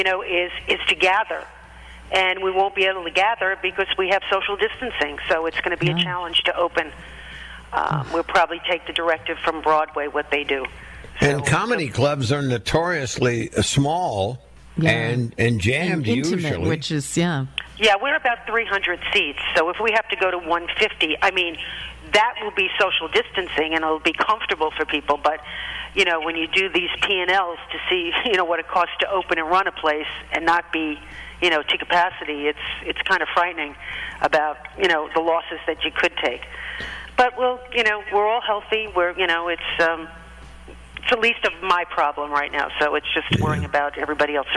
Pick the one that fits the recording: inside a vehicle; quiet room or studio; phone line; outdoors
phone line